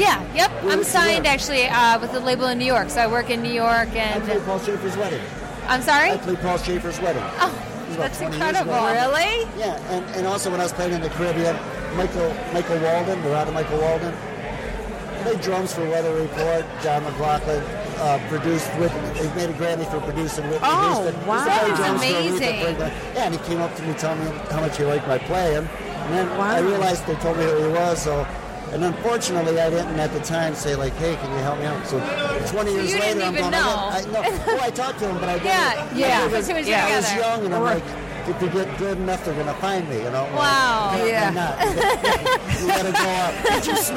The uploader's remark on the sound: The Nooner Show Live from the Detroit Music Awards.